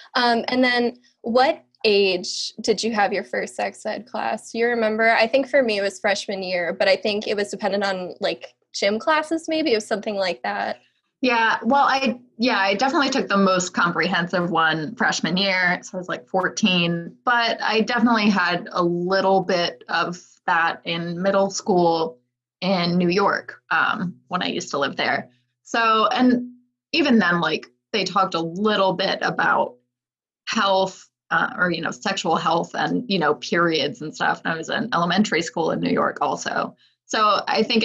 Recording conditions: video call